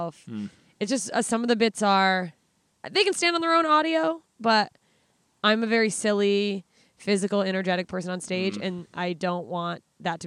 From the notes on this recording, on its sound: Recorded live from beautiful Debs Regional Park in Los Angeles, CA.